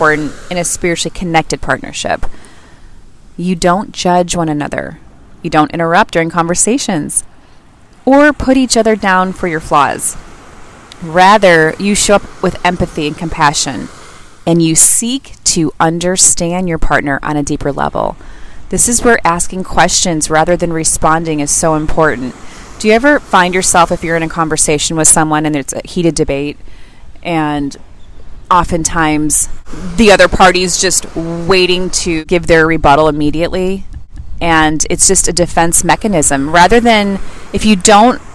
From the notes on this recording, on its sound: the sound is a bit off as I recorded this on the beach.